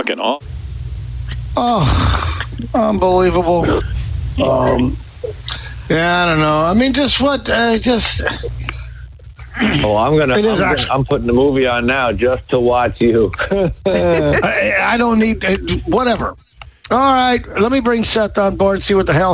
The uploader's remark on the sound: New Phony Phone Call.